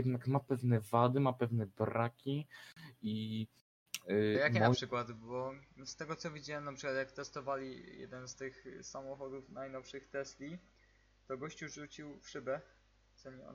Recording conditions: poor sound quality